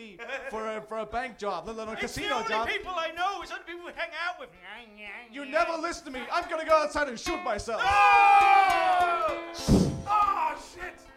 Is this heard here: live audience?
yes